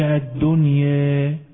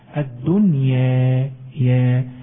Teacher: أما حفص فليس له إلا الفتح الدنيا يا، وفتح الفم فتح متوسط · Shown in: second take